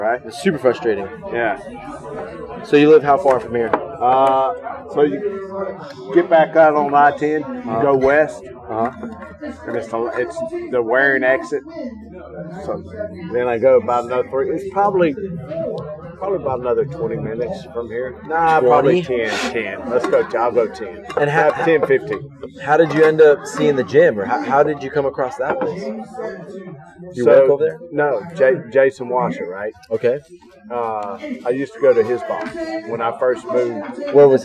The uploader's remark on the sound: Audio in first 20 or so minutes has background noise.